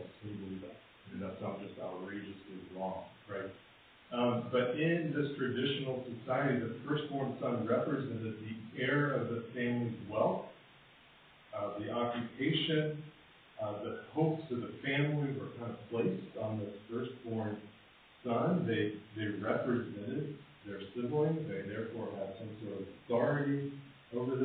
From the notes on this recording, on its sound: Apologies for the poor audio quality.